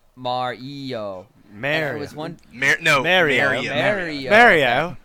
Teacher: the British pronounce Mario with a long A